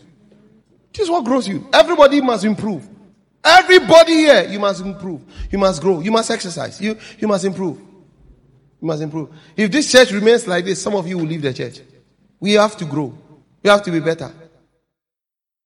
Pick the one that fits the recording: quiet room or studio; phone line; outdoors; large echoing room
large echoing room